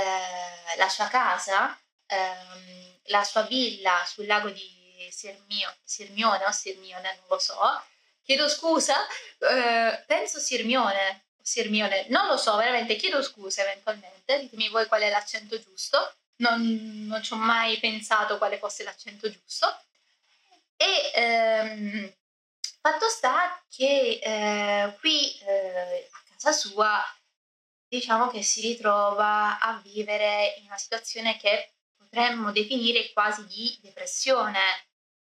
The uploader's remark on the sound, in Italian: scusate l'audio non al meglio ma ci sono stati problemi al mic